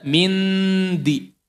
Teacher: Ketika ikhfa, si lidah itu jangan ditempelkan dulu ke huruf berikutnya. Jangan ditempelkan ke huruf dal.